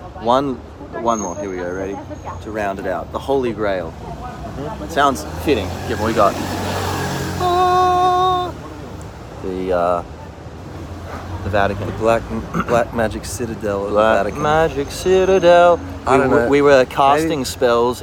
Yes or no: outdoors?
yes